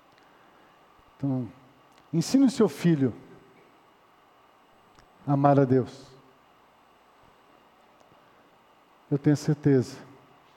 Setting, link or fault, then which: setting, large echoing room